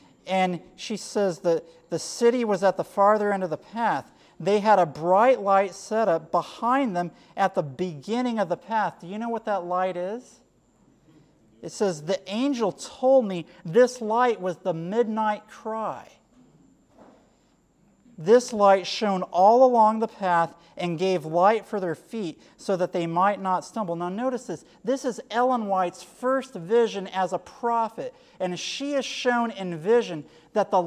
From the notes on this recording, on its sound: Sermon given at Generation For Christ 2010 Conference at Camp Balandra in Balandra, Trinidad on July 30, 2010